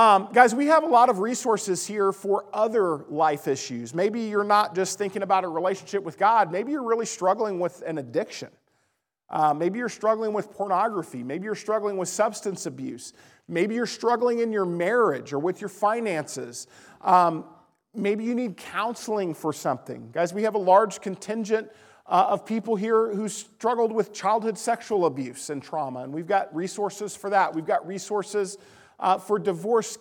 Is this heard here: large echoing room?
yes